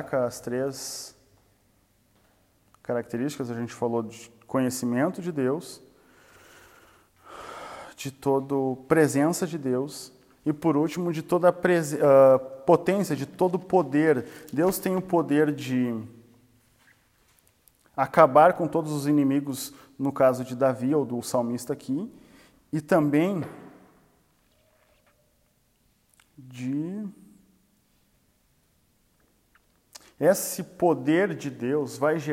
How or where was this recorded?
live audience